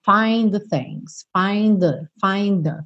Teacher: Muito embora o find termine com D e o the comece com TH, a gente acaba fazendo um som só.